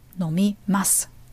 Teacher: It's actually ma and su, but we don't pronounce the u. Nomimasu. If you were to sound a little more casual, you wouldn't say nomimasu, but nomu.